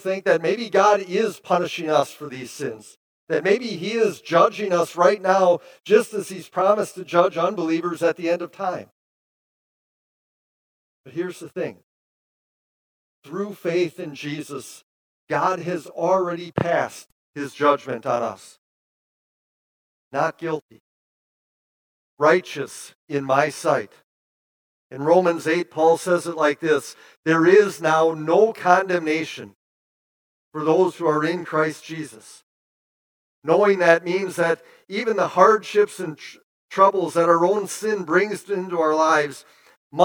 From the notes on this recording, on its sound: preached this sermon at Bethany's Sunday worship on November 13, 2022